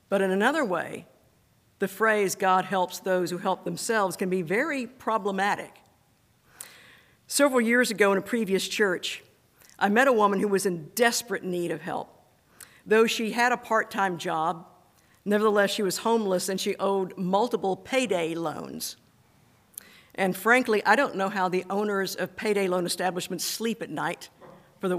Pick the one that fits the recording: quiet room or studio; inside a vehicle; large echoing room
large echoing room